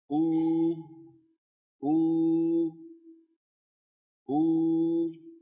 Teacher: نرى أمامنا على اللوحة، انظروا لو سمحتم، بانضمام الشفتين إلى الأمام مع ارتفاع أقصى اللسان. أو أو أو، هكذا الواو العربية لا بد فيها من ضم الشفتين إلى الأمام